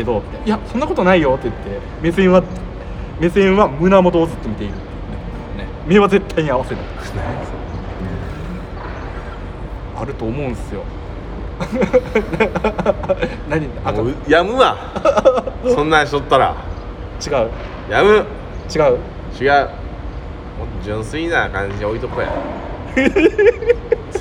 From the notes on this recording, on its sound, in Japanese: 公園撮りで雑音と急なカットインはご愛嬌でお願いします